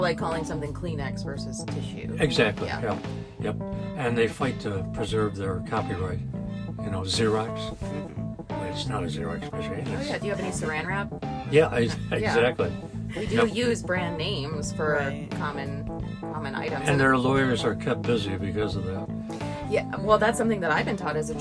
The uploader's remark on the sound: joins us in the UpNorthLive Hive party bus (AKA the news live truck!